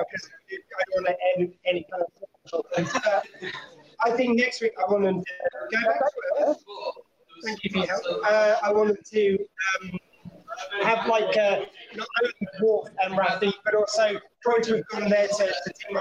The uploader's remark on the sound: This episode was rerecorded in a pub so the sound quality may not be of the usual quality.